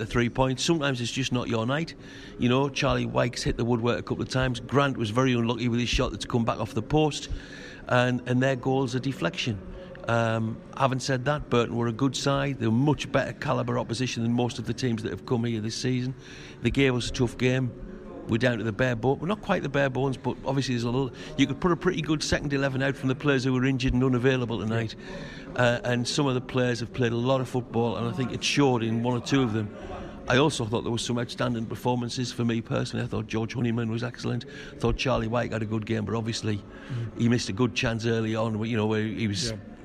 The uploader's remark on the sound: enter your earphones from one of Roker's finest drinking establishments